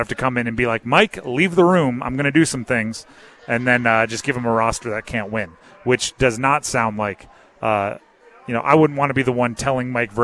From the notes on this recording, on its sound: Live from Eagles Nest before The Draft Party.